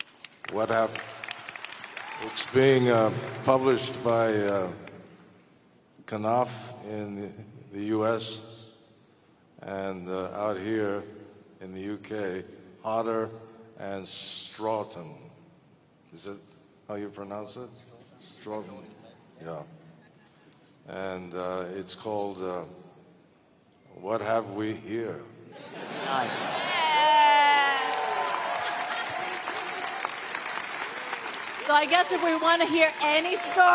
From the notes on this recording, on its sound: We bring the panel from Star Wars Celebration 2023